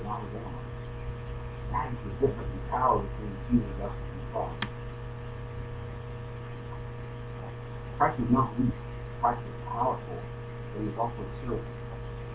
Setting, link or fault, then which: fault, poor sound quality